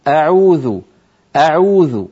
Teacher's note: همزة أعوذ لا تطوليها زيادة، يعني لا تقولي أعوذ على طول، أعوذ أعوذ وليس أعوذ.